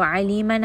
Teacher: aliman ayn is from the throat.